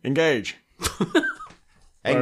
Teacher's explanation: Picard puts more emphasis on the second syllable. Like, engage.